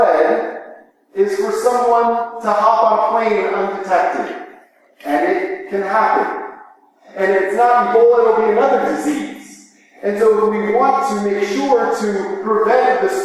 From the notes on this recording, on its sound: Please pardon the echo. We had technical difficulties in the recording that we hope to have resolved in the future.